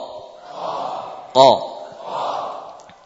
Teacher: huruf qaf adalah huruf dari pangkal lidah. Ini sudah di bagian mulut